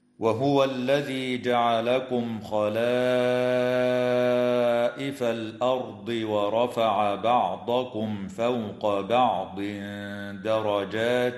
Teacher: ويخفى التنوين عند الدال مع الغنة مرققة في قوله تعالى: بعض درجات · وتفخم الراء وصلا ووقفا في كلمة الأرض لسكونها بعد فتحة